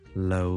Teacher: 尤其是个 n 帮我拉长啲，loaner,好啦，如果你可以喺个 n 音度暂停佢